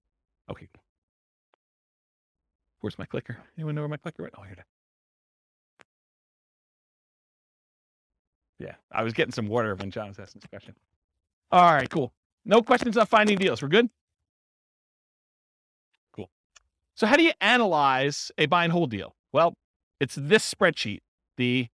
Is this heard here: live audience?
yes